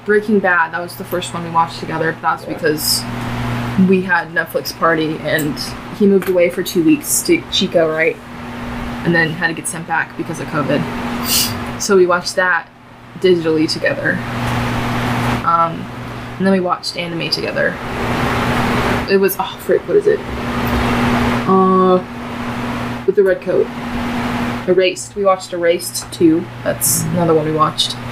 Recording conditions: sounds in the background